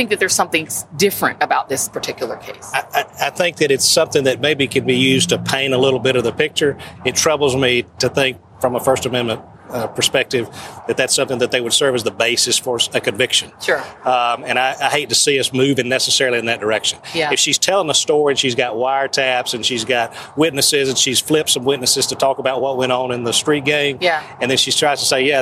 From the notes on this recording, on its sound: Live from Liberty Plaza in Atlanta near the Georgia State Capitol on the eve of Georgia's primary election.